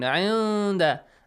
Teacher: Ikhfa, yes. Hide the sound of nun.